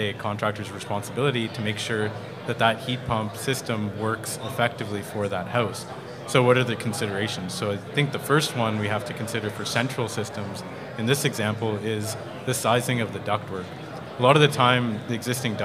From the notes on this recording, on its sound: Live At The Heat Pump Symposium. Live at HRAI's first Heat Pump Symposium.